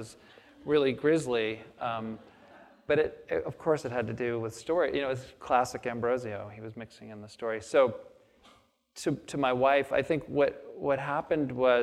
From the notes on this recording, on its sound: on the stage of the Traverse City Opera House